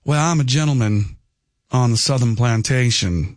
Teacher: But there's the aristocratic, wealthy, from a high pedigree southern accent. Well, I'm a gentleman on the southern plantation, and I don't pronounce my R's, and I talk like this.